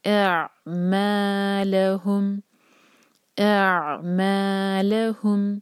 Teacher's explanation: الف کو عین سے جوڑیں گے اور جھٹکا نہیں ہوگا، اعم مد طبعی دو حرکہ، اعملہم.